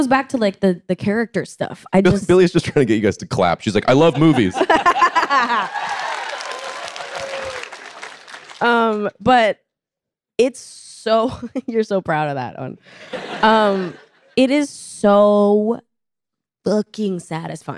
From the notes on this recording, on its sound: In front of an audience at Chapman University. Take questions from the host and students.